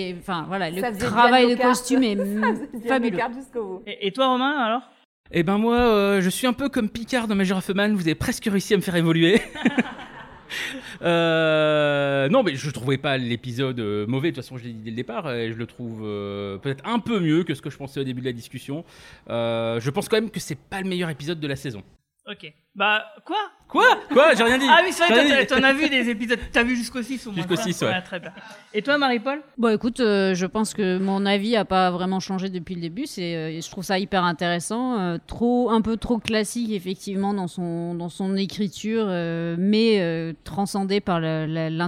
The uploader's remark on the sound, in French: comme ce podcast est enregistré en public